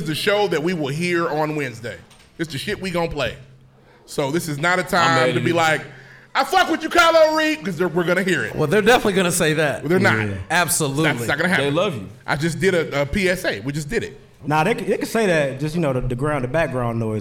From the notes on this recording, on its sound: LIVE from the Meridian Park Event Center in Indianapolis, Indiana.